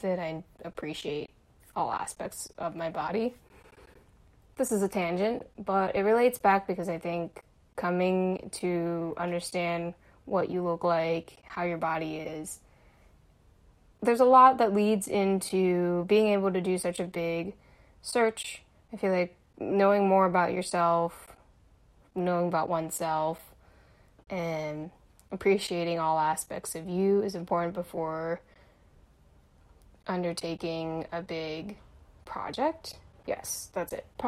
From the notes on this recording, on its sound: SOLO EPISODE. I decided to start the search process and in good fashion, I recorded voice memos documenting the process. When adding up 30 second - 3 or 4 minute recordings, these become pretty lengthy.